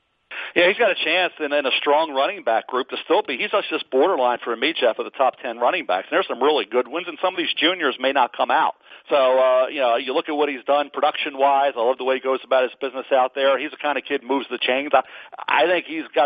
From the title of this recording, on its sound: NFL Draft Conference Call